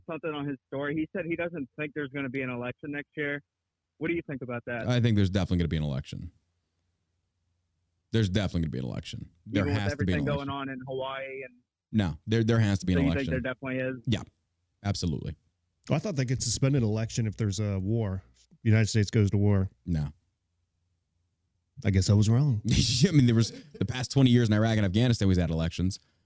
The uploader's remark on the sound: Call in show